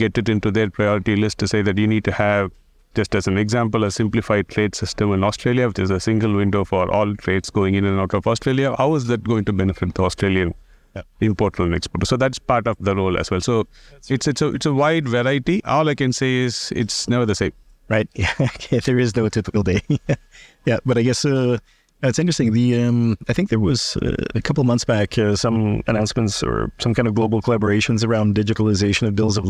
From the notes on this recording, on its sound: recorded at Sibos